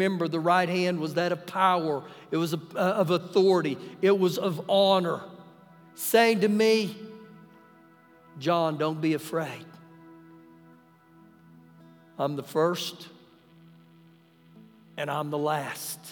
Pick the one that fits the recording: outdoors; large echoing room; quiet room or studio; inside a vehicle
large echoing room